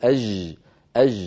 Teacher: فلما يأتون ليقرأوا الجيم الفصيحة يأتون بها رخوة، غالبا يقولون أج أج، وهذه الجيم أيضا غير صحيحة، أج كما نفعل نحن في الشام ويفعل كثير من الأخوة في المغرب العربي وتونس والجزائر.